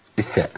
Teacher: بس في حاجه بتفرق الثاء فيها عن الذال والظاء. الذال والظاء فيهم انقطاع نفس، الثاء فيها جريان النفس